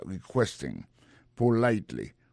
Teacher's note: Dans mot requesting là, ouais, accent tombé sur deuxième syllabe là